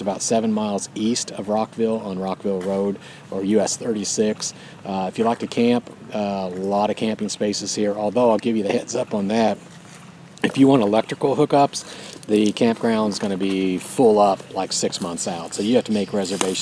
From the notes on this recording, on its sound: Recorded live from a campsite at Raccoon Lake State Recreation Area.